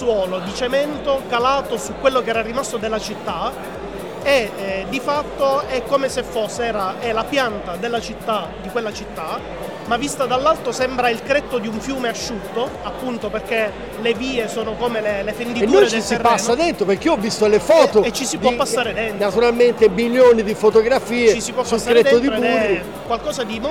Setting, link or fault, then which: setting, busy venue